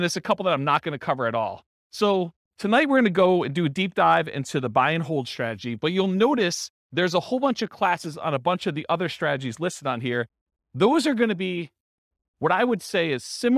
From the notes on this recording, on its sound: This was a live class recorded.